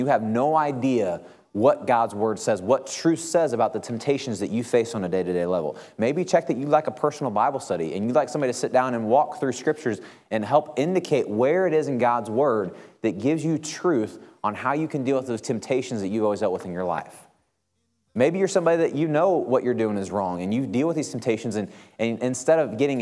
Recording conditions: large echoing room